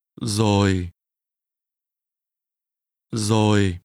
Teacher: Already is pronounced with a falling tone.